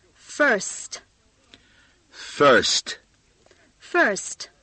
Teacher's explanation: 注意上牙齿要咬住下嘴唇，third 要卷舌，first.